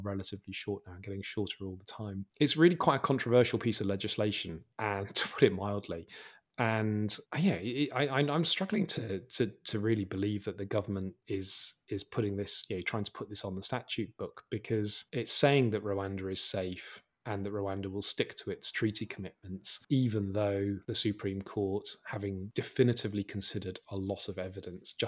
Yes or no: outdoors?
no